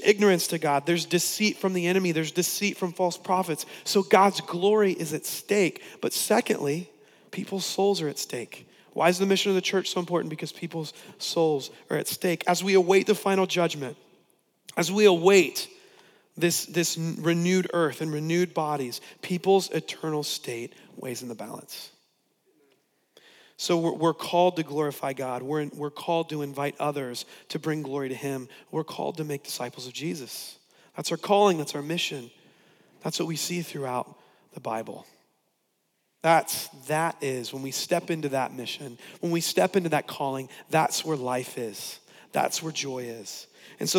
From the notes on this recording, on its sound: preached on November 22, 2015 at Veritas West